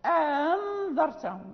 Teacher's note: وورش عنده وجهان، إما تسهيل وإما الإبدال، يعني يسهل الثانية أو يبدلها حرف مد . مثلا أنظرتهم، قالون يقرأ أنظرتهم، أنظرتهم ألف بين الهمزتين، ورش